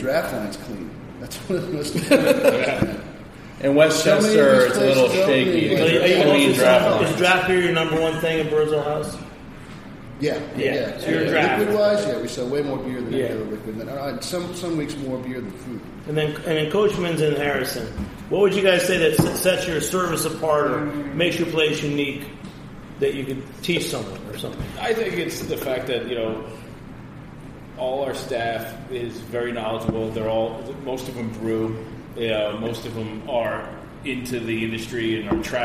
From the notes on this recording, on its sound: on location at Portchester Hall in Westchester